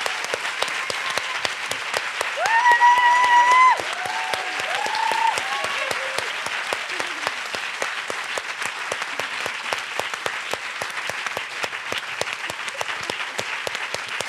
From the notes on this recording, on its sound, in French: Pour son premier événement en live. Trois jeunes humoristes pour une table ronde. Celle-ci était suivie, pour les présents à l’Apollo, d’un plateau de stand-up inédit.